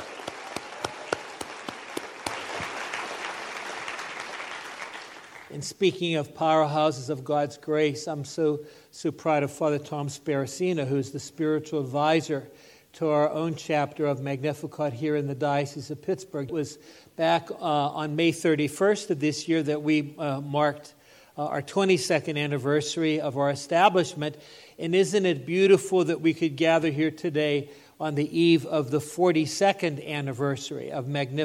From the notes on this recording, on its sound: This Homily was given at the 17th Magnificat International Leaders Conference in Pittsburgh, PA in October 2023.